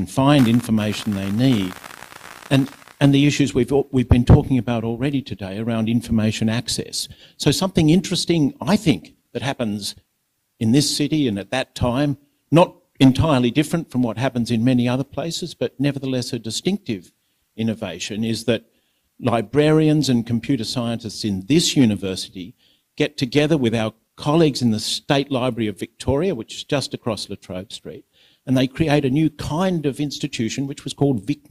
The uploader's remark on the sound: This panel was held at the 2023 ADM+S Web Search Revolution Symposium on 17 August at RMIT University, and online.